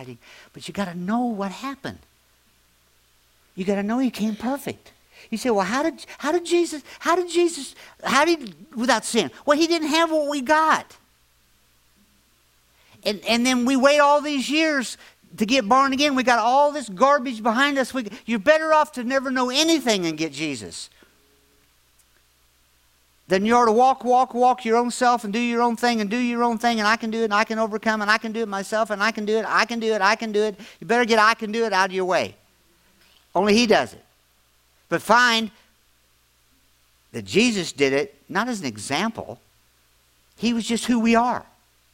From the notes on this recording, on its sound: latest audio podcast from Grace Church on Sunday December 17, 2023